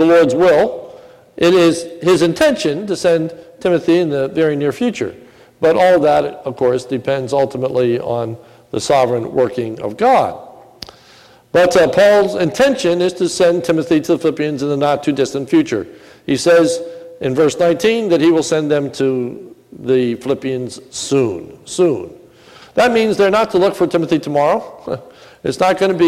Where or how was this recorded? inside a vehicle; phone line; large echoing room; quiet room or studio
large echoing room